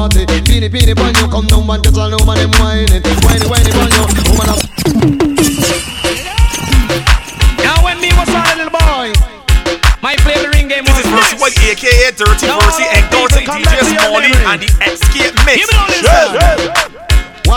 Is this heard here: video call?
no